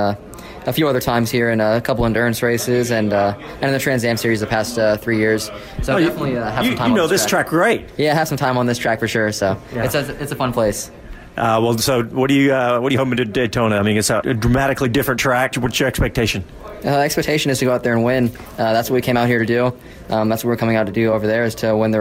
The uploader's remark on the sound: Live from COTA at the SVRA US Vintage National Championship. Live from Circuit of the Americas, hosting the SVRA US Vintage National Championship, Trans Am Series, and International GT.